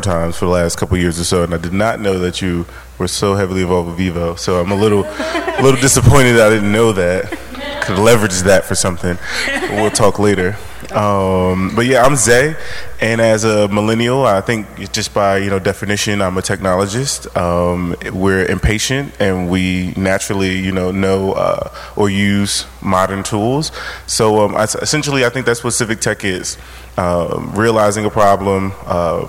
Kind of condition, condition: setting, busy venue